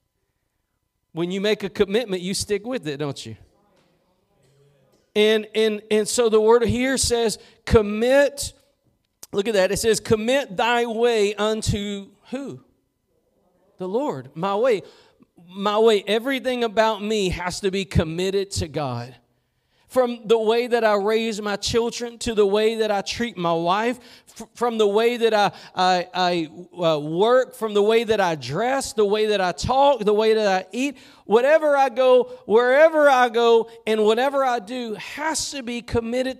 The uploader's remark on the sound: Preached at Gospel Lighthouse in Bossier City, La.